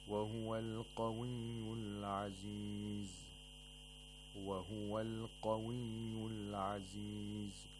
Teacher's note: The قاف has تفخيم again at the second level.